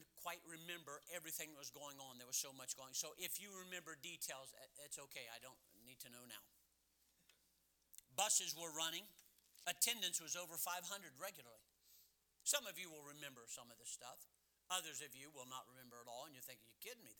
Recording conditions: large echoing room